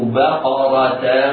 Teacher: بقرة الباء مرققة والقاف والراء مفخمتان، إن وهما في الدرجة الثانية من درجات التفخيم لأنهما مفتوحتان وليس بعدهما ألف أو بعد وليس بعد كل منهما ألف.